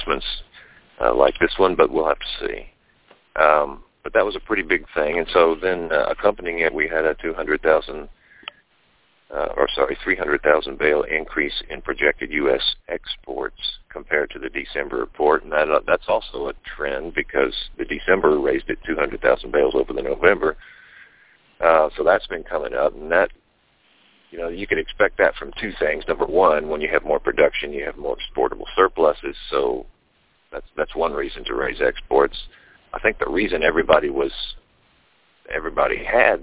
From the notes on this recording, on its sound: Monthly Conference call